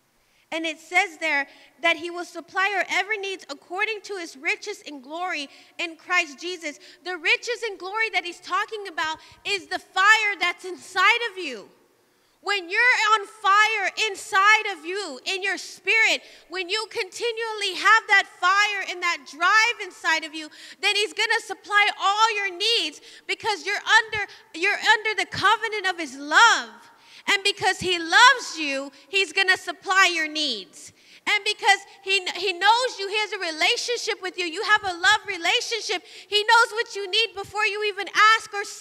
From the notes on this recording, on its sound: Live from The Emerging Streams Apostolic Center in Stryker, Ohio